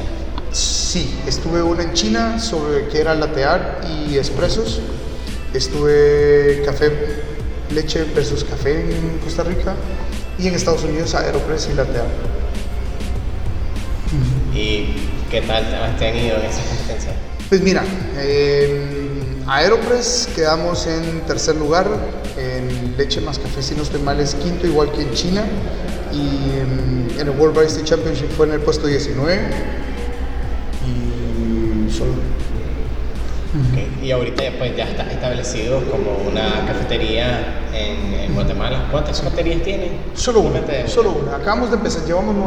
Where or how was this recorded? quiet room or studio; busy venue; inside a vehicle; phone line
busy venue